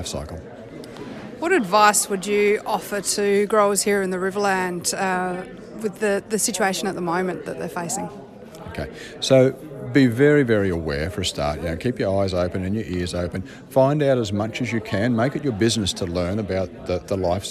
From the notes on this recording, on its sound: This interview was recorded at a fruit fly forum held in the Riverland in 2018.